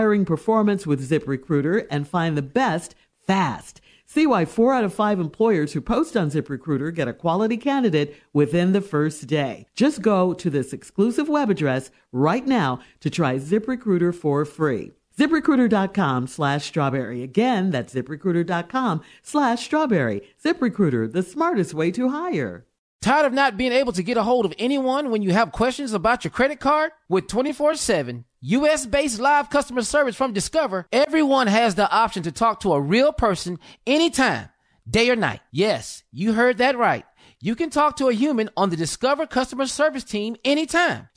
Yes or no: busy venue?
no